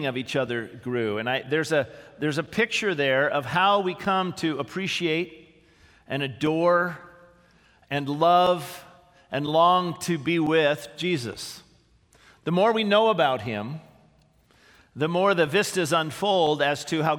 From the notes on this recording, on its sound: This sermon was originally preached on April 29, 2018, at Grace Baptist Church in Santa Clarita, CA